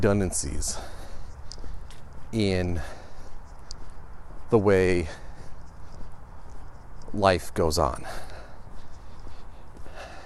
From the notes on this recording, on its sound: Today I take the walk outside, enjoy the good weather